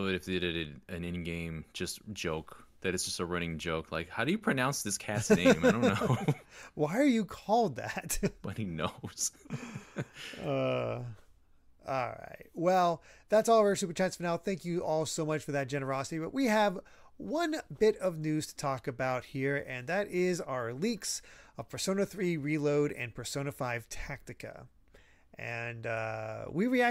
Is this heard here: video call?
no